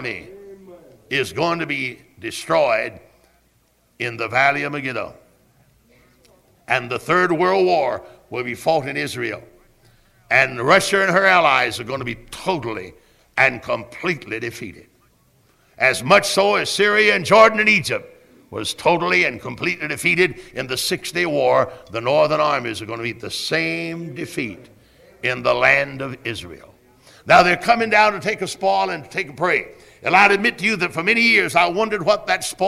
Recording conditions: large echoing room